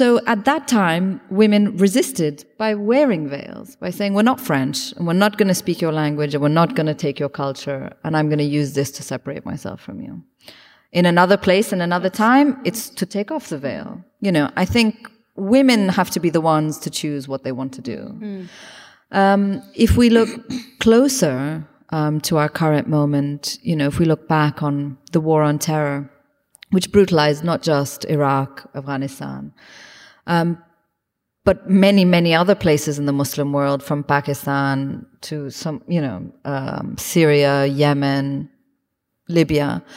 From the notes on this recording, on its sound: This event was recorded on Wednesday 8 March 2023 at The Capitol.